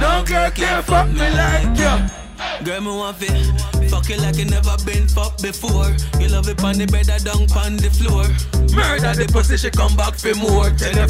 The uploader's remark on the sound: Live party juggling audio from Fete Fridays in Providence, RI